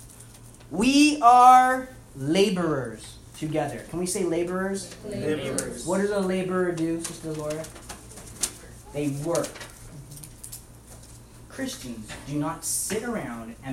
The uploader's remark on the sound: About half of Youth Service in Seattle Recording